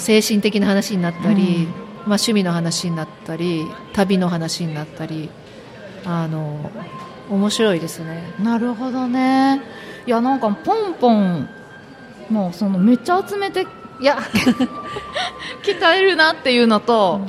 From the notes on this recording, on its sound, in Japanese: 公開収録